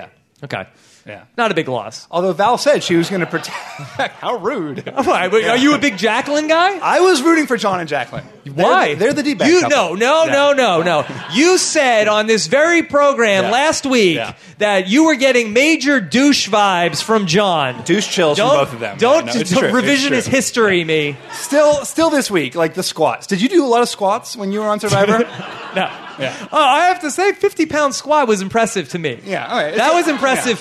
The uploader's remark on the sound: LIVE from the Gotham Comedy Club in Manhattan